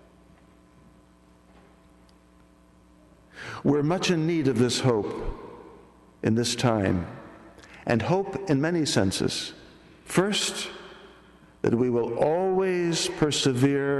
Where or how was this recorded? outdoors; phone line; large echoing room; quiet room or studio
large echoing room